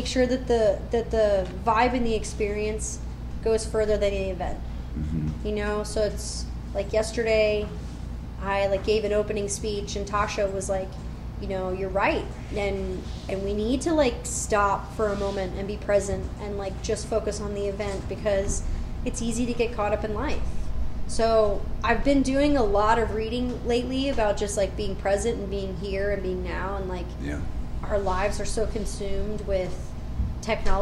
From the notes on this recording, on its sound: This podcast interview was recorded during Women's Weekend at Ray's MTB Park in Cleveland Ohio. A busy weekend to say the least!